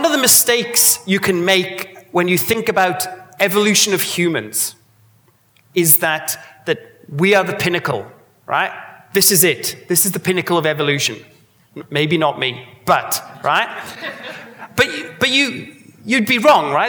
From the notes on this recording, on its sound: A Sydney Ideas event held on Thursday 16 August, as part of 2018 Sydney Science Festival.